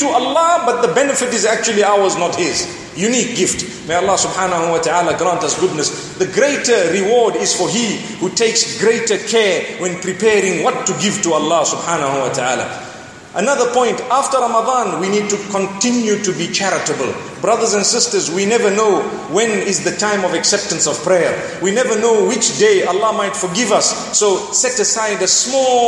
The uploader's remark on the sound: Delivered at University of Technology Malaysia.